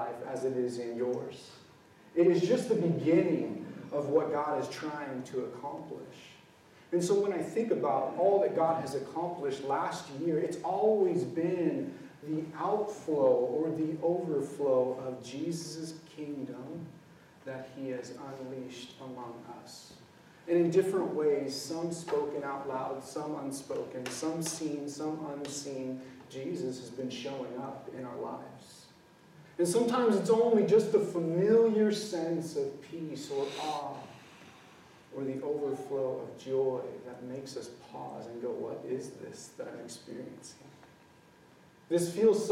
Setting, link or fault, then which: setting, large echoing room